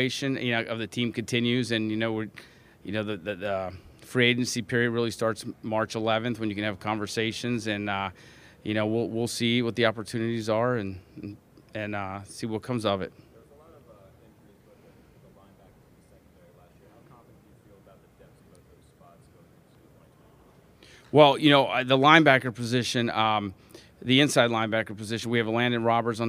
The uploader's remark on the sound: LIVE from the NFL Combine